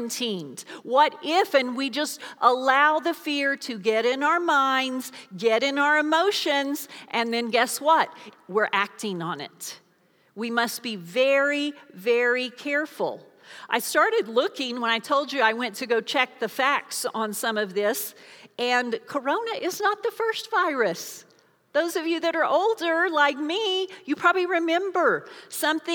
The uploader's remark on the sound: Recorded live during our Wednesday night service.